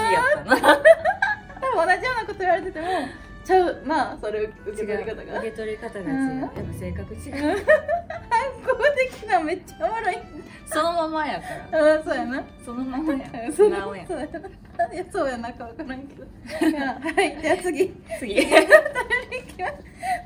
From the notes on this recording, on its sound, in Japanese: 公開収録